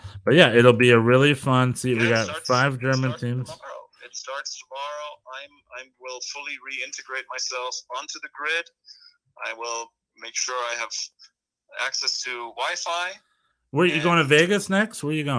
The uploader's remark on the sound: Via telephone. While he was hiking in the grand canyon.